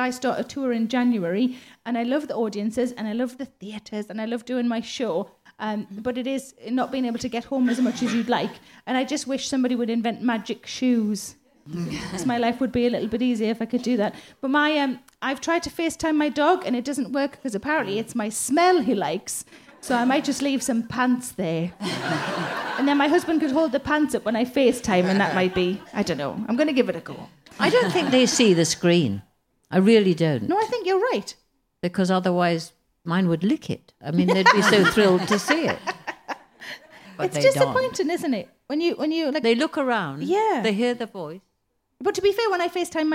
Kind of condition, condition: setting, live audience